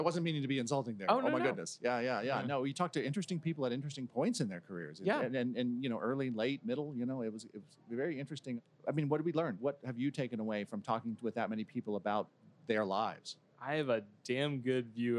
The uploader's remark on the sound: This episode was taped live at VMworld